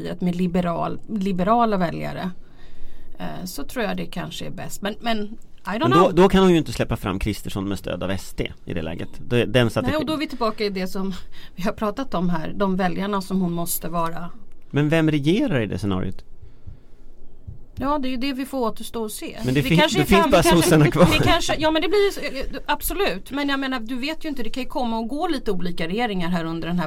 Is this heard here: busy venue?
no